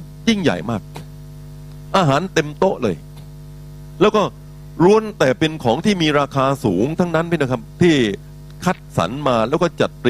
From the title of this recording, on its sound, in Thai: BFC Live Online นมัสการ/เทศนาย้อนหลัง